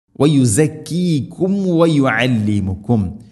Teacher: സുക്കൂനുള്ള മീമിന് ശേഷം വാവ് വന്നാൽ രണ്ട് ചുണ്ടുകൾ തമ്മിൽ തട്ടിച്ച് മീമിനെ പൂർണ്ണമാക്കിയിട്ട് അഥവാ കൃത്യമായിട്ട് ഉച്ചരിക്കണം മീം